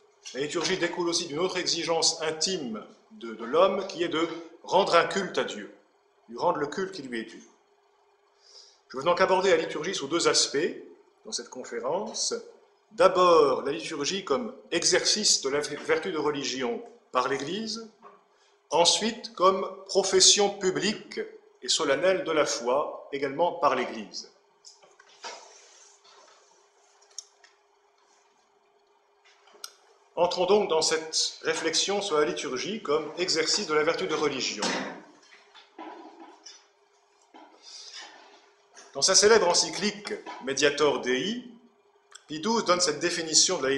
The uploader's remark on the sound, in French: Cette conférence à eu lieu le 24 août 2013 à l'université d'été Academia Christiana.